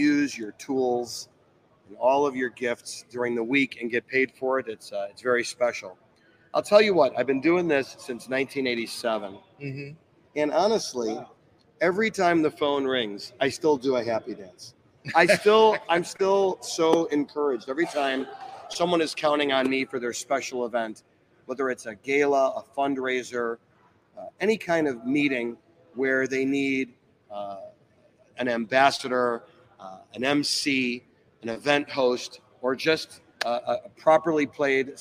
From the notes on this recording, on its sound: Live at Marquee Show 2023